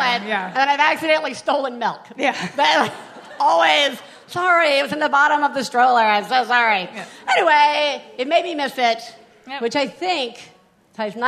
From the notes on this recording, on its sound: One Bad Mother is live from The Bell House in Brooklyn this week!